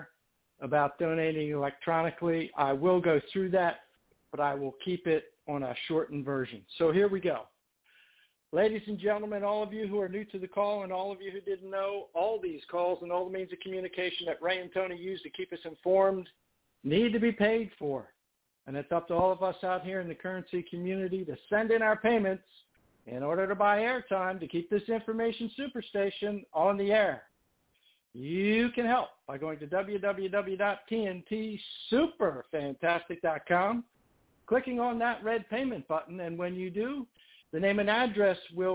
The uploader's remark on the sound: TNTSuperfantastic Conference Call